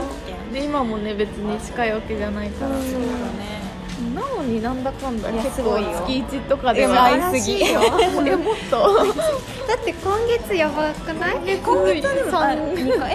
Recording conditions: background noise